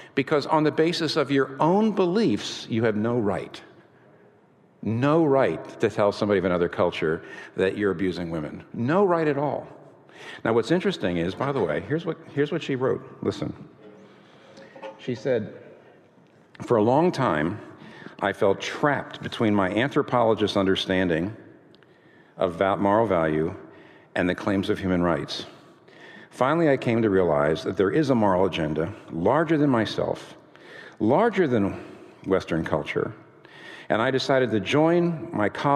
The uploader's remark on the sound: This talk was recorded before a live audience on April 11, 2019 in New York City.